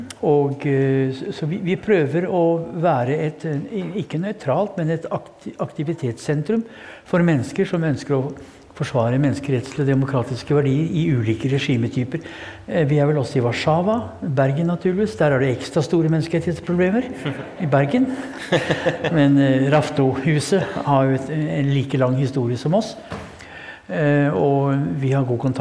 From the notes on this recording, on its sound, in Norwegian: på Nobels Fredssenter med publikum tilstede.